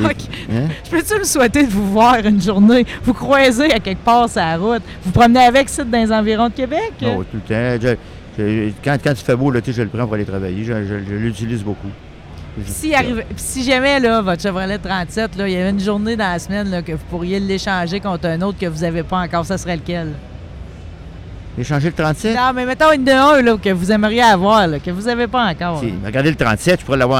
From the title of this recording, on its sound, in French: Show du 7 avril en direct du Salon Auto Sport de Québec!